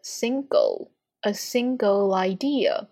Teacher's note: 它结尾呢是一个 L 的舌侧音，舌尖处要碰到我们的上齿齿根的部分。